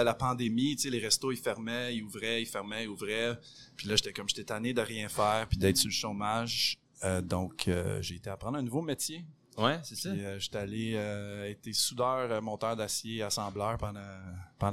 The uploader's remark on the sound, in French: Est au Pop Up des Fermes et Restos. Les épisodes ont été enregistrés en direct pour vous faire revivre cette belle journée.